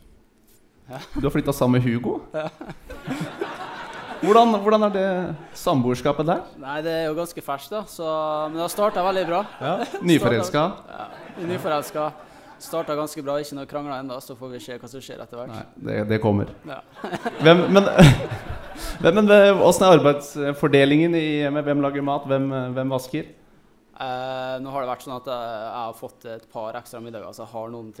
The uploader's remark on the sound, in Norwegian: Kick Off LIVE fra Sinus i Bodø. Tusen takk til dere som tok turen til Sinus.